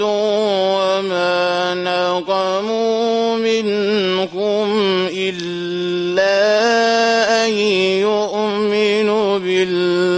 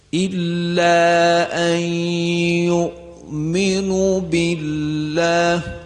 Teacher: صدای کشیده او هست دیگه، دو برابر صدای ضمه باید کشیده بشه · Shown in: first take · لذا اگر ما بخوانیم مثلا به این صورت الا ان یؤمنو بالله، این صحیح نیست، یه مقدار باید بیشتر بکشید.